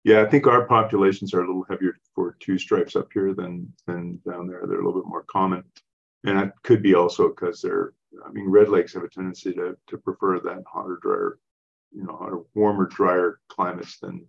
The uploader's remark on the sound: The weekly Wednesday program will feature a live webinar with interactive discussion with attendees, addressing in-season cropping issues as they arise.